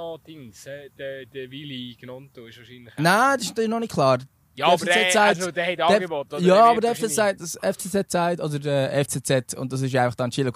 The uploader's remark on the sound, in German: live vom Fussballplatz in Altstetten